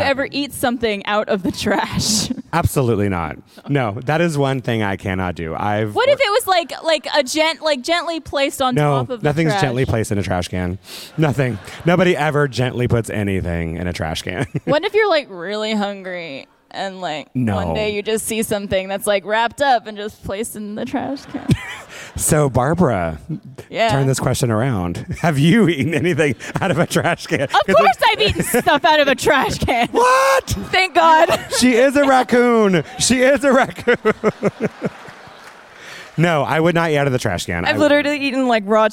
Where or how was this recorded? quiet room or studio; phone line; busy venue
busy venue